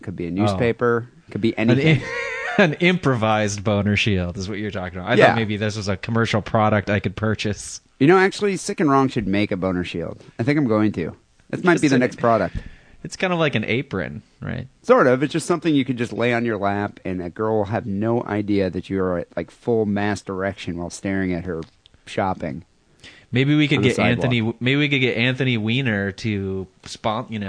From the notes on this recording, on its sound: Phone calls